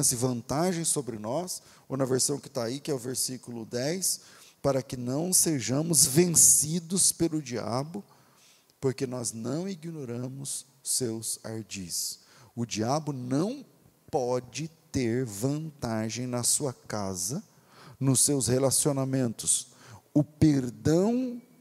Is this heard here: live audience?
yes